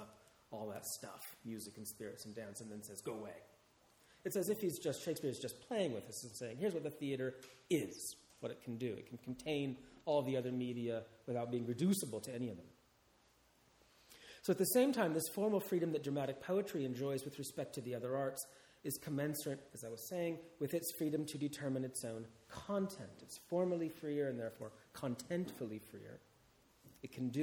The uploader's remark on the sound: This talk is part of the Shakespeare and the Enlightenment symposium, held at Garrick's Temple to Shakespeare(Hampton, London) in September 2016.